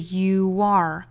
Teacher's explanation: 中间会有小 w 的音的衔接，这属于元音和元音连读加 w 的情况